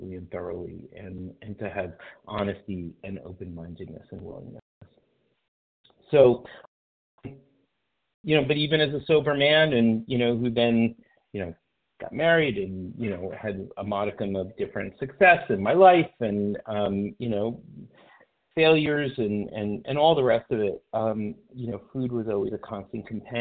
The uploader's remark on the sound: from the 100 Pounders Phone Meeting